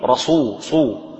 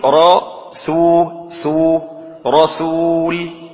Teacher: يفخم السين حتى يقلبها صادا · Shown in: first take